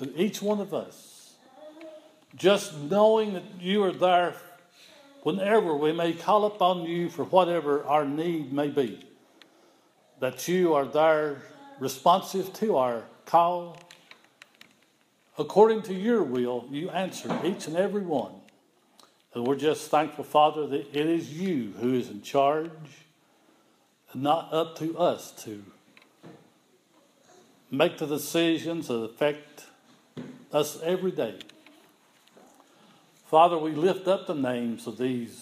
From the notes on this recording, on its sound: This is an audio recording of the Sunday morning worship service at Persia United Methodist Church in Rogersville, TN on Sunday, November 15, 2015.